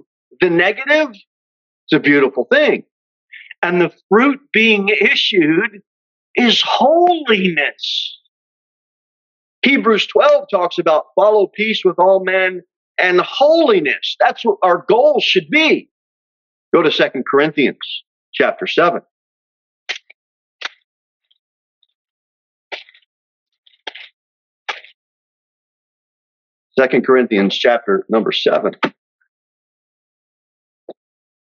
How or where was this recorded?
large echoing room